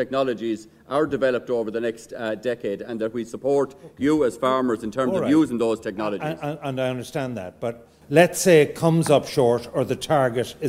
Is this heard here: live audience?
yes